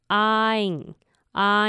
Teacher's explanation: 你在 I 的时候就有鼻音了，那你的鼻音可以稍微明显一点